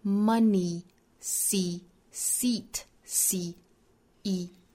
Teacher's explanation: 尾部呢是一个紧音，是长元音 e, seat 里面这个长音 e 的短板，也就是我们去掉长音符号，但是口型的紧张度是完全一样的